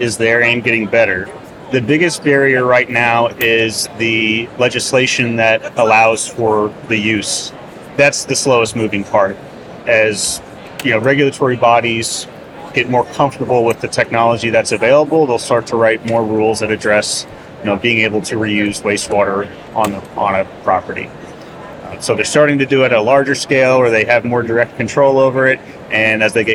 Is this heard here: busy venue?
yes